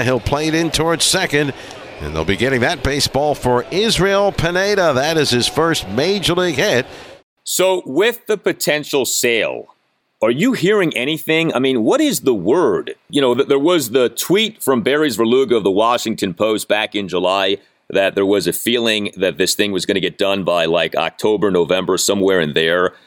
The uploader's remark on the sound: Live from Citi Field